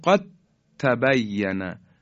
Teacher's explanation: قد تبین میشه قد تبین، قد ت یعنی دال از بین میره و حرف تا مشدد بیان میشه · Term: متجانس